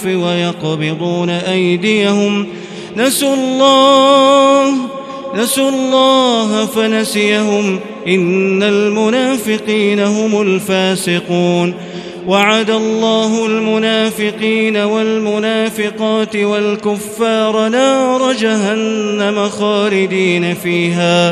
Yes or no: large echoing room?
yes